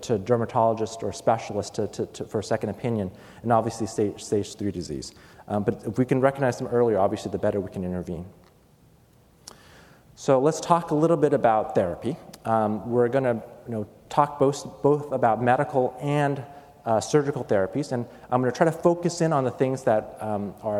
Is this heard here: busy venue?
yes